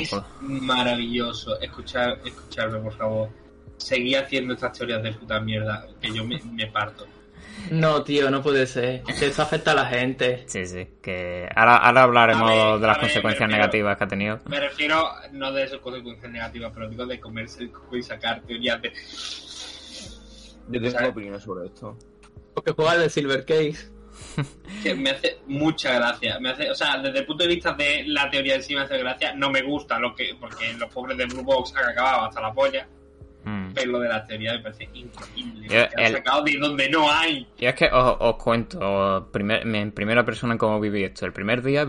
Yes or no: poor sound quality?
yes